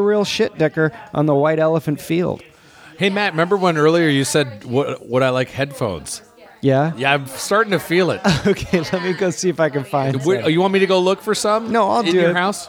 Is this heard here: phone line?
no